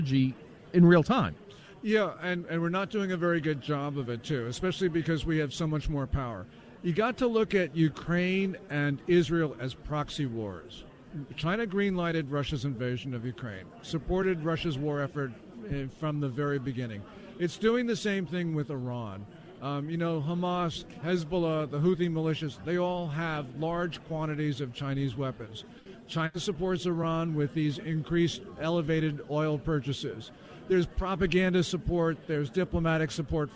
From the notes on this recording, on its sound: LIVE from CPAC.